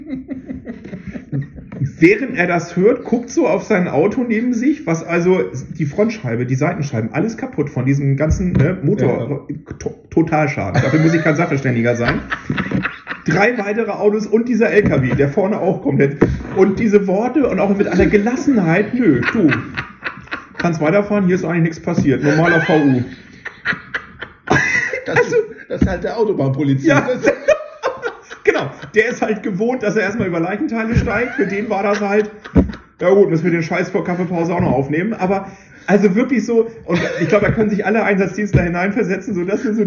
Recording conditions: poor sound quality